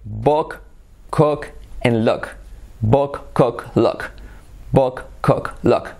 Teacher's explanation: Y se escucha claramente más una O que una U.